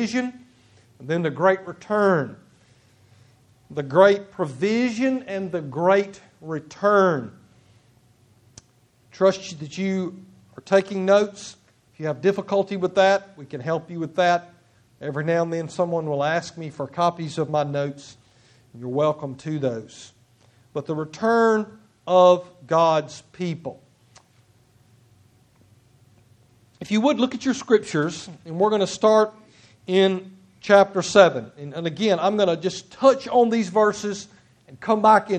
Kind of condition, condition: setting, large echoing room